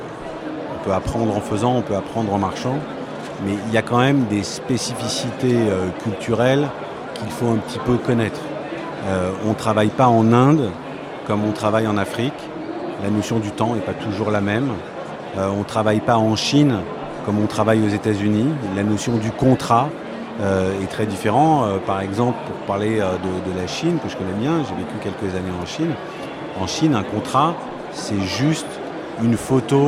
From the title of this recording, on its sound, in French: en direct de Viva Tech